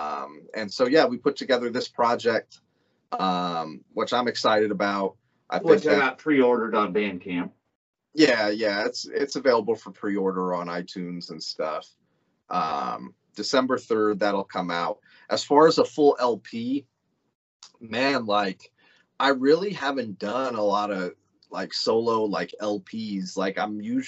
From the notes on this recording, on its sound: skype interview